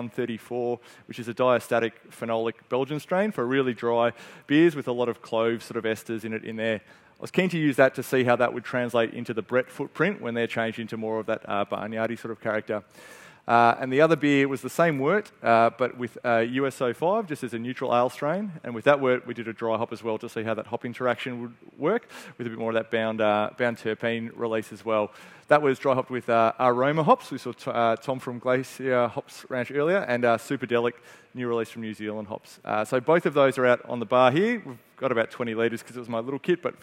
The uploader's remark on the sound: This is a Brewery Pro podcast that was recorded at the Bintani Trade Day in February 2023.